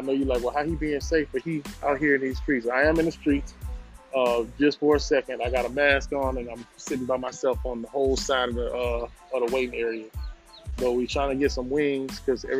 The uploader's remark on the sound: We are staying safe in the quarantine but I had to make a run for my wife’s birthday! I’m outside of Empire Wings with a face mask on!